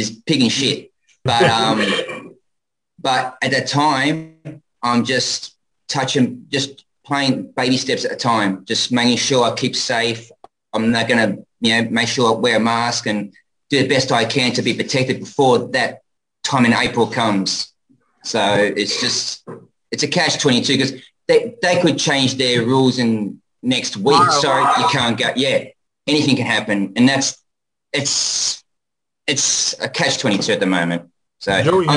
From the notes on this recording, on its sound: on our 2/20/2022 Zoom Show